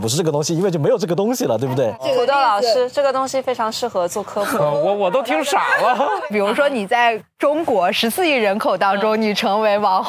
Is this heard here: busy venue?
yes